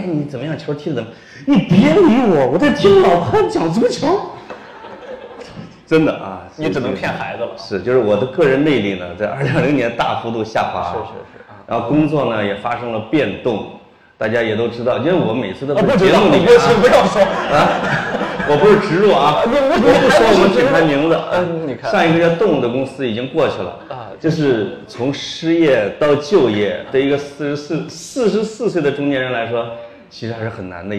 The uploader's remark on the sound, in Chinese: 线下活动录音